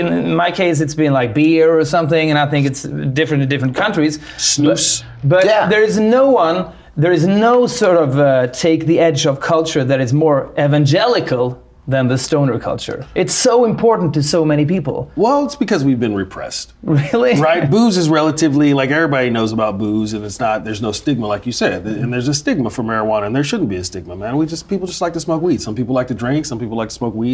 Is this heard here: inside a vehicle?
no